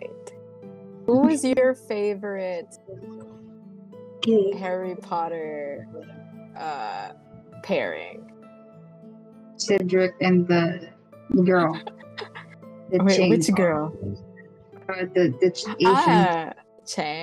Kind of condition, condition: fault, background noise